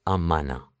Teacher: Y la G fuera, amana. Y ya te comes el G, el todo, y al final estás diciendo amana.